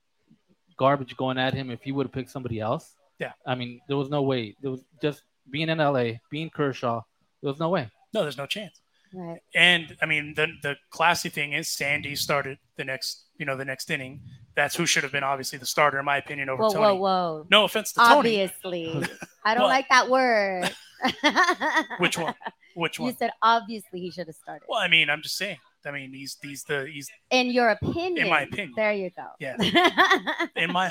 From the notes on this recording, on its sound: We go live for the All Star Game from LA Hot Wings in Los Angeles.